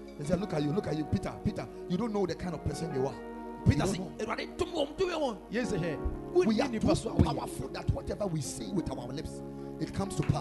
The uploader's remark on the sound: Preached at the Ekklesia Chapel